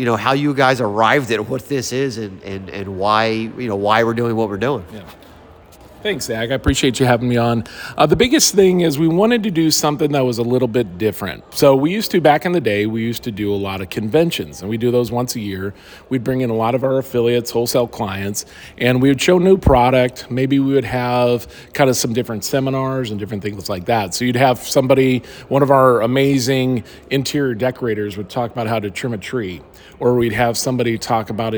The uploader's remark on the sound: The Holidynamics Olympics is a 100% networking event, disguised as a weekend of games, drinks, eating, and overall FUN. Live from the event!